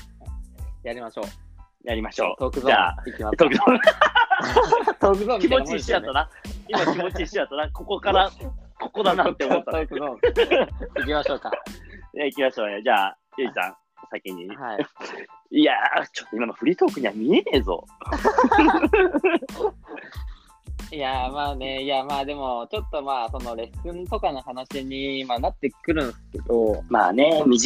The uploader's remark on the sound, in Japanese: リモート収録